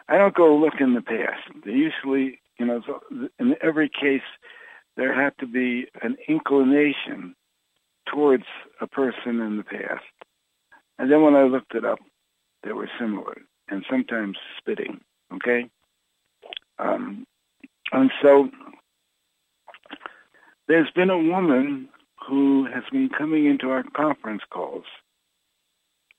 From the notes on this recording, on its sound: Conference Call LIVE